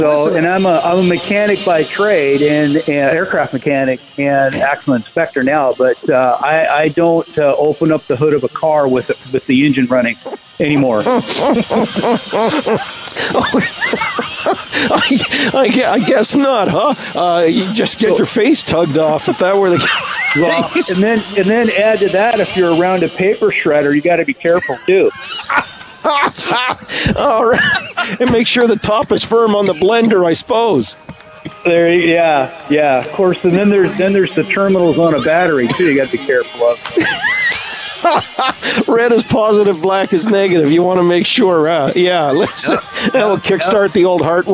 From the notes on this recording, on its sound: The conversation took place while we were live on location at Canada's Wonderland.